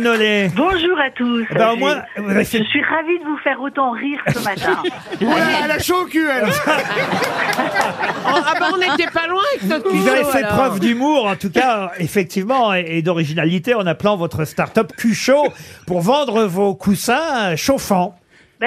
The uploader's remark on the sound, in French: Les Grosses Têtes ont eu au téléphone ce 4 janvier